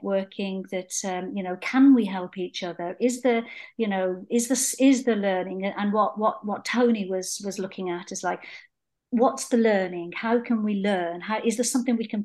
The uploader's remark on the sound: In this online conversation with voices from England, Scotland, Northern Ireland and Wales, hosted by an artist returning to live in England after two decades living in Germany.